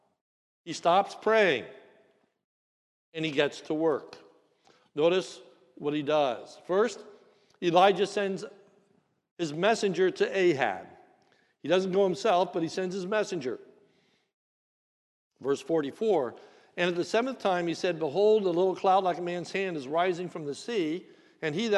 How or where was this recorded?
large echoing room